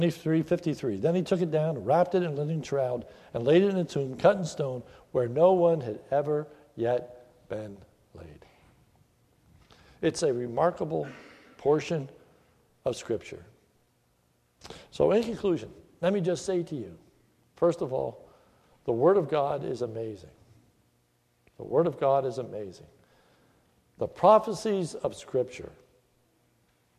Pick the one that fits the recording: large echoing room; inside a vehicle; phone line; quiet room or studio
large echoing room